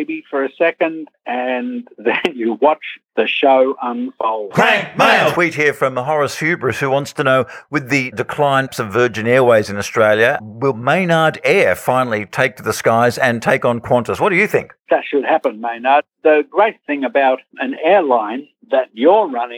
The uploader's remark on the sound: on the Bungaphone